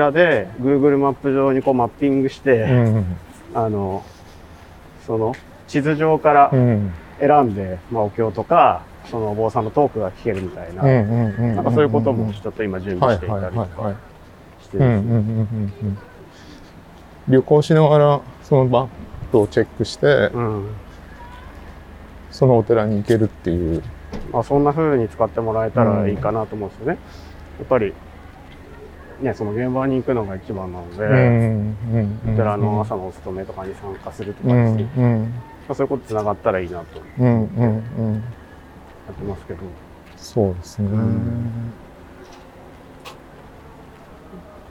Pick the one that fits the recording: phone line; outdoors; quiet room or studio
outdoors